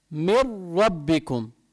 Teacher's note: قلنا معناته هو من طبعه بيتكرر، فما بده الإنسان يقول من ربكم يطلع معه عدة راءات، لا، بده يطلع معه بس لسانه بيضرب بسقف حلقه مرة واحدة بس، من ربكم، مع إظهار الشدة، من ربكم.